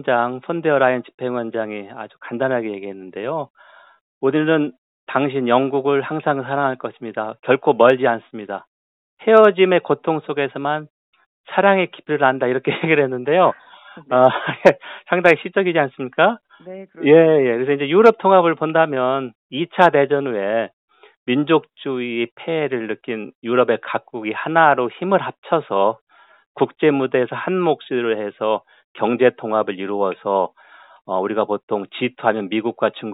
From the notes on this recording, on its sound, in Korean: YTN라디오, 세계를 만나는 시간 전화 인터뷰.